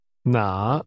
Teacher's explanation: 请说 Flight 班机 Now the word which 请跟着说哪哪 That's pronounced with a falling, rising tone.